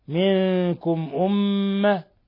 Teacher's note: ميم مشددة من لفظ أمة، تغن مقدار حركتين، حرف غنة مشدد.